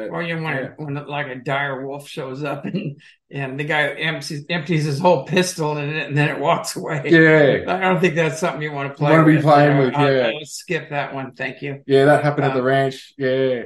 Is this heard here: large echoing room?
no